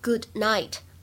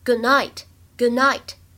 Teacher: 末尾的这个晚安，它当中呢，也有一个不完全失去爆破的现象 · Shown in: second take